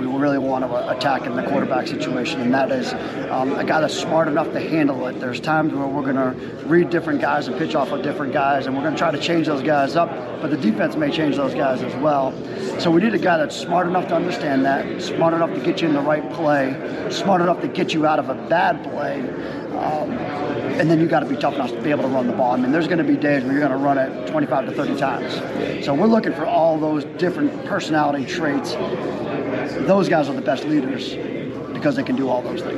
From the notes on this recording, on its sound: The Bluebloods are live from SoCon Media Day in Asheville, NC.